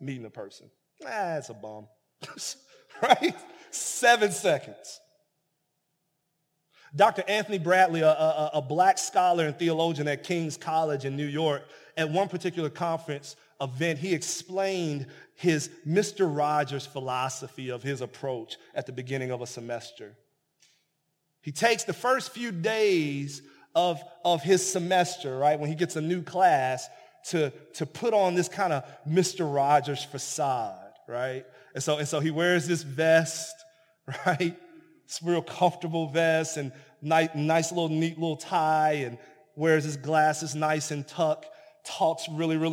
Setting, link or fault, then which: setting, large echoing room